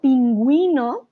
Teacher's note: En la palabra pingüino también tenemos la combinación G-U-I, pero ¿qué sucede? Pronunciamos la U porque tenía la diéresis.